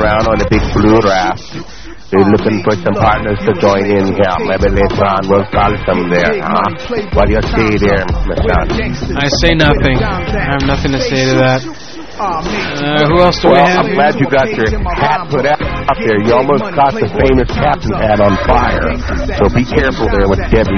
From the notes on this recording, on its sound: Prank Phone Calls